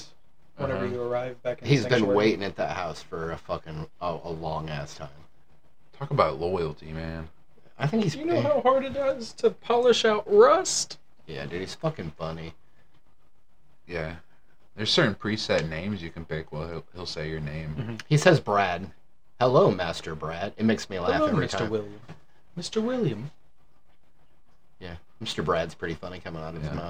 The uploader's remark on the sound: We had some technical issues and found out our microphone doesn't like iPhone.